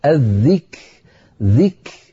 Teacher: والذكر الحكيم، الذك ذك شدة وهمس في الكاف، شدة ثم همس في الكاف · Term: شدة فهمس